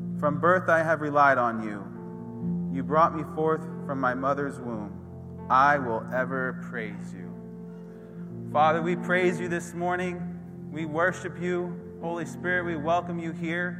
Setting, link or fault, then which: setting, large echoing room